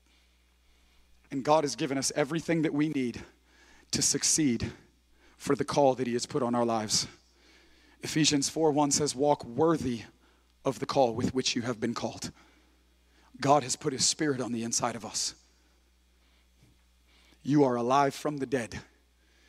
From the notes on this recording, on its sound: preaching for Converge Conference at Griffin Center Pointe Church in Griffin, GA.